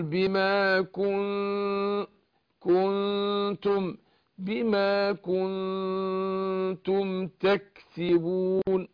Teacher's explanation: وشوف هنا زي ما قلت لك كنتم، النون ساكنه بعدها التاء، تاء من حروف الاخفاء وهي في نفس الوقت حرف مستفل مرقق. فانا اخفيت النون عند التاء بس مع ايه؟ ترقيق الغنة